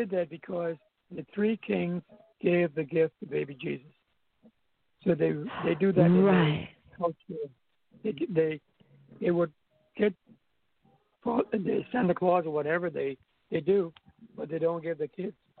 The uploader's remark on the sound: welcome to the debut of our call-in show.